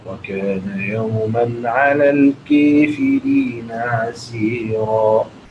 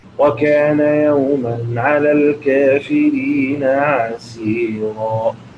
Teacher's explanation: الإمالة لرويس في كلمة الكافرين اللي هي بالياء · Shown in: first take